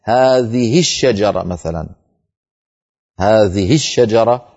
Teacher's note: هذه الشجرة لا صلة فيها لأنها لم تقع بين متحركين